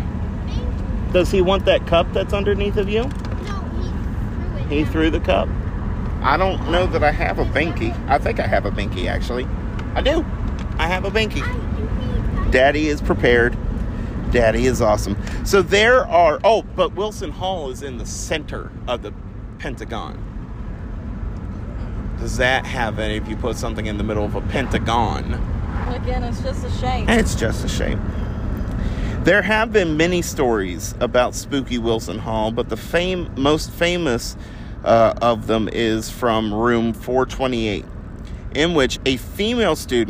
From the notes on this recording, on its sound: Today on our way to a farmers market for some fun we recorded two stories.